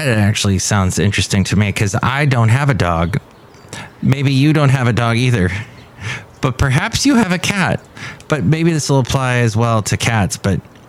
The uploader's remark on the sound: Podcasts live from Cafe Anyway.